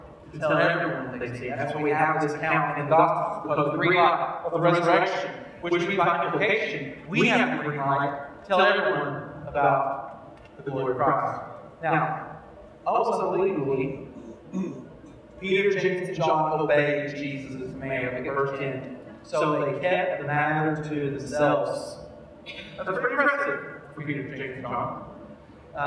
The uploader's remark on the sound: We apologize for the audio quality of this episode. We experienced technical difficulties during this recording which we hope to resolve before next week's recording.